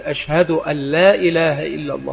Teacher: ففيها إدغام بغير غنة